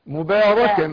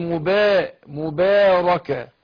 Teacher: رقق الباء والالف بعدها